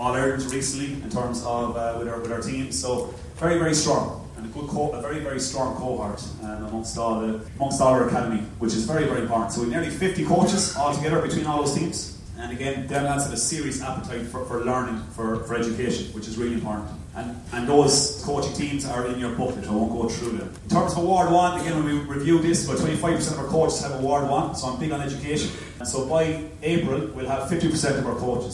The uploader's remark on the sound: At Academies Launch. Apologies for the quality of the recording.